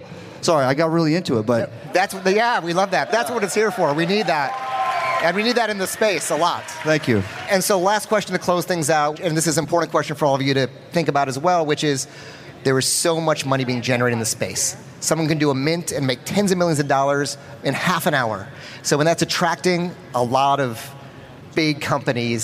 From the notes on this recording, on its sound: a keynote discussion coming straight from NFT LA